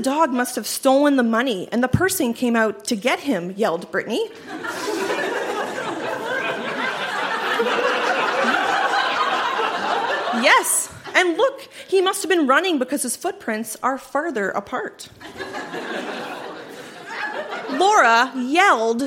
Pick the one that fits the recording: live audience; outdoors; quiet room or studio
live audience